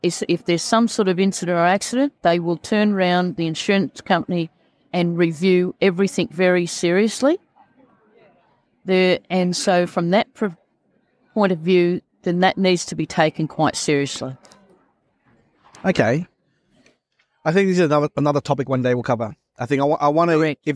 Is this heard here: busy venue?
yes